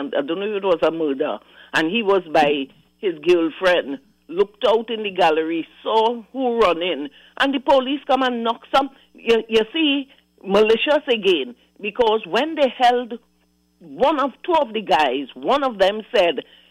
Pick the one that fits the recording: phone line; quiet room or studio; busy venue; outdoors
phone line